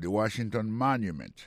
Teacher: mot Washington, l'accent tombé sur le premier syllabe